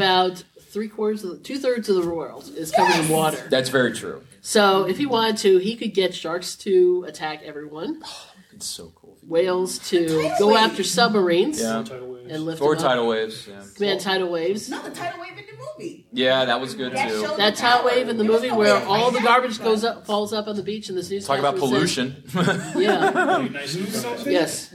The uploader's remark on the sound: A 2019 Farpoint Con Panel.